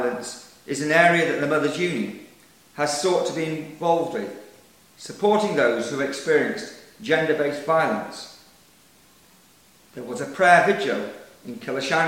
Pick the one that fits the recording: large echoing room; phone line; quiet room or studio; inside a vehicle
large echoing room